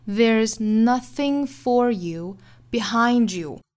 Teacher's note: Don't you ever look behindyou，这个 there's 后面的加出来的这个撇 s 哈，应该是读浊音的 z 的发音。我们说清清浊浊它不仅仅用于单词变复数或者是第三人称单数加 s 的情况，它也有可能会出现在单词缩约的情况里，也是要符合清清浊浊的规律的。所以 there 后面加的这个 s 应该读 z